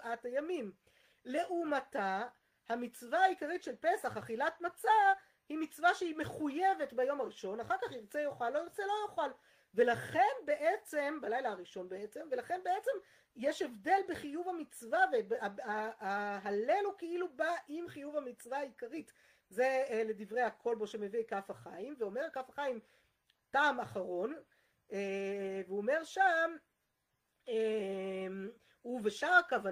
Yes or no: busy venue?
no